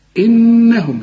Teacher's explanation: ودي النون هي المشددة لازم تغنها